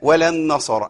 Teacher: كلمة النصارى بيبقى فيها نون مرققة وبعديها صاد مفخمة · Term: مرقق مفخم مرقق